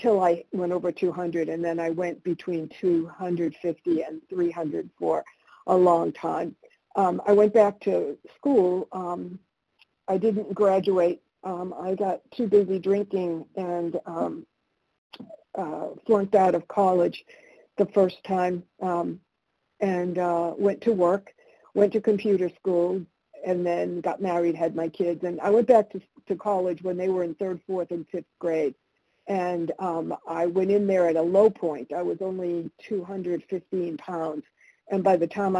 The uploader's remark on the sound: 100 Pounders Phone Meeting.